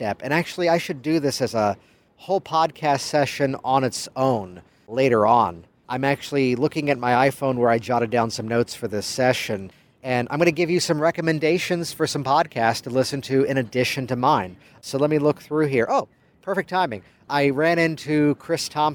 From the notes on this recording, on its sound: Recorded by the pool of the Hyatt Hotel in San Diego, California. Digital Marketer Traffic & Conversion Summit 2016 Event in San Diego, California.